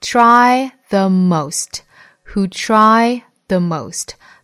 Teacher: 前面是 ch 后面是 r 组合在一起的辅音连缀